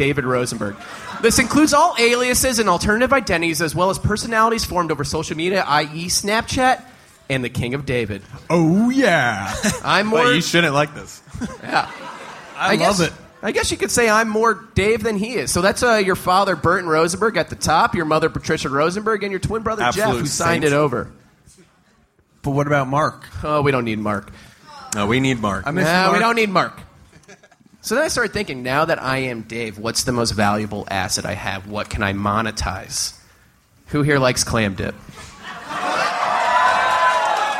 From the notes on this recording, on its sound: Live at SXSW. Live from Austin, Texas.